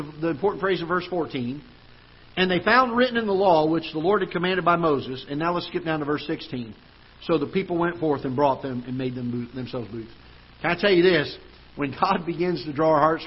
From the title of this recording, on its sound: Ketha Heights Baptist Church ~ Live Broadcast